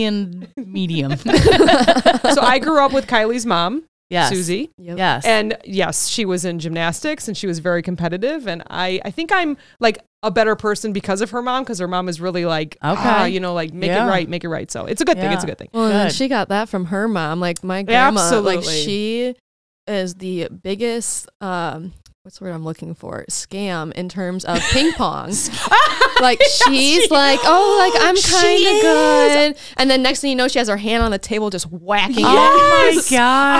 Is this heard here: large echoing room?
no